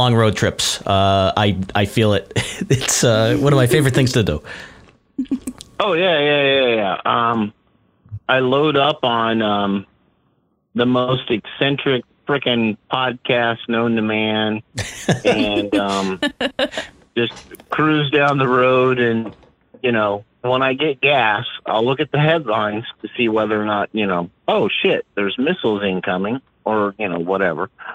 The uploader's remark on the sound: Are live after No Agenda, they take your calls live for the 5 minute limit.